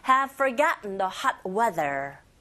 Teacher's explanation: 디귿이 아니라 the 긁어주셔야 돼요. 윗니 아랫니 사이에서 살짝 긁어주시면 됩니다.